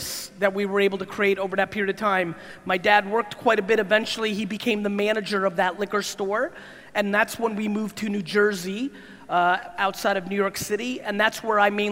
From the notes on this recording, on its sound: Jakarta Keynote. This keynote in Jakarta was filmed back in February of 2019. This keynote came after a 24 hour flight and a quick shower - glad I did it as the Jakarta crowd was awesome ; .